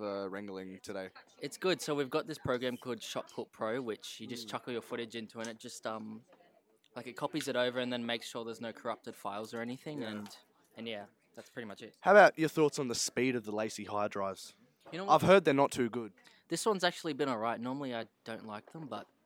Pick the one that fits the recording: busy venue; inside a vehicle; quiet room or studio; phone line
busy venue